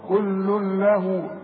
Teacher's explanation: ادغام كامل بدون غنه، هنلغم لكن ما نغنش